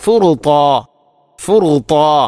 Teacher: ത്വാഇൻ്റെ മഖ്റജ് നാവിൻ്റെ അറ്റം, മേലെ മുൻപല്ലിൻ്റെ മുരട്, അതോടൊപ്പം നാവിൻ്റെ മധ്യഭാഗം അണ്ണാക്കിലേക്ക് ചേർന്ന് നിൽക്കുക എന്നുള്ള ആ ഇത്തുബാഖ് എന്ന സ്വിഫത്ത് കൃത്യമായാലേ ത്വാഇൻ്റെ മഖ്റജ് അല്ലെങ്കിൽ ആ ഉച്ചാരണം ശരിയാവുകയുള്ളൂ.